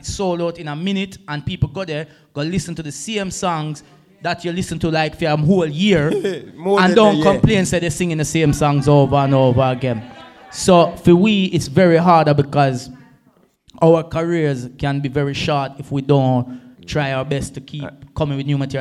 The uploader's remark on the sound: Chalk and Cheese Podcast - The Live Show. Chalk and Cheese podcast second LIVE SHOW!!